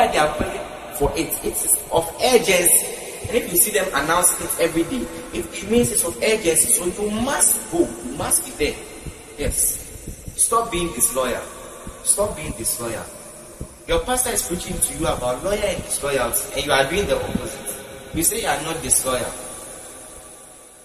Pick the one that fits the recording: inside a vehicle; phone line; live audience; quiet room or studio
live audience